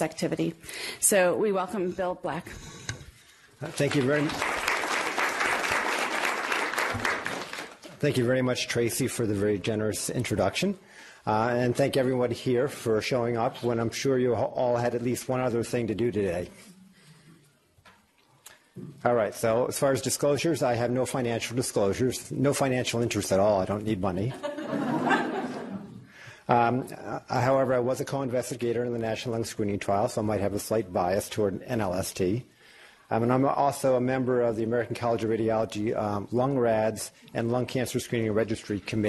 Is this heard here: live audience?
yes